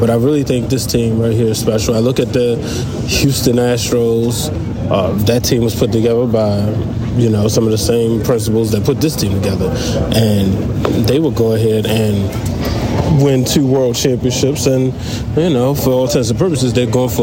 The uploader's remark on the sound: Live at Oriole Park at Camden Yards. The Baltimore Orioles' Postseaon workout.